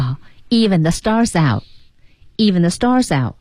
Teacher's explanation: 这句话最后就是 out T 失去爆破啊